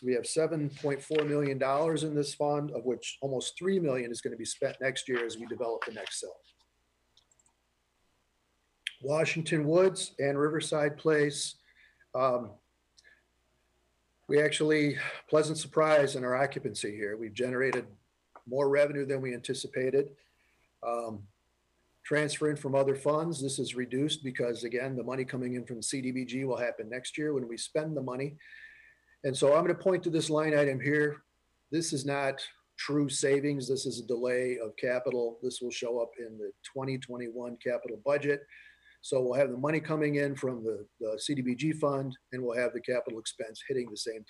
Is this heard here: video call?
yes